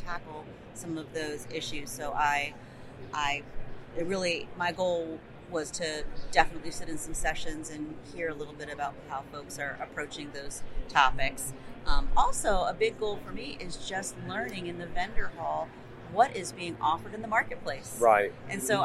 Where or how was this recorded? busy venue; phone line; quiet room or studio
busy venue